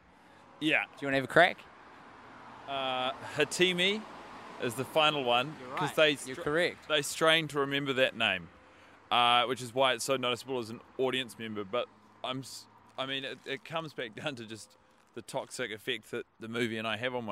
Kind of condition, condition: setting, outdoors